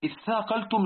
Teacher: وسبحان الله، اثاقلتم لما تنظر إلى مخارج هذه الكلمة، الثاء منين؟ من طرف اللسان مع الثنايا، من بين الثنايا، والقاف في آخر اللسان، اق، واللام في أول اللسان، والتاء في أول اللسان.